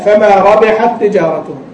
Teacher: يعني لو أن الحرفين متماثلان، لو أن الحرفين متماثلان تاء وتاء فما ربحت تجارته، هنا التاء الأولى ساكنة والتاء الثانية متحركة، فلا بد من الإدغام